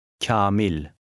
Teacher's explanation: The long A affects the sound of a preceding K, making it sound softer, somewhat like kya or cha.